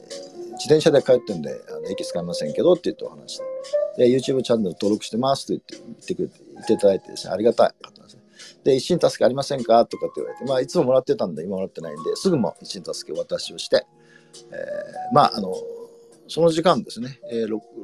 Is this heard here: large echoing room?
no